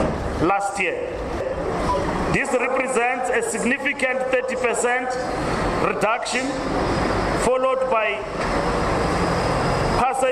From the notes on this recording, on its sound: Speaking during a media briefing at the weigh bridge on the N1 near the Beitbridge border post outside Musina in Limpopo.